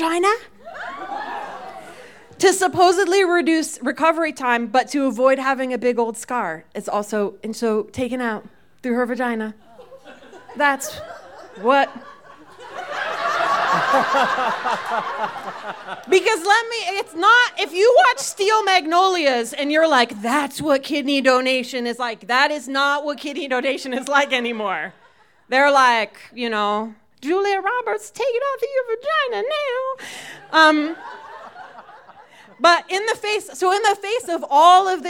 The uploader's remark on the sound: These stories were recorded live at Buntport Theater.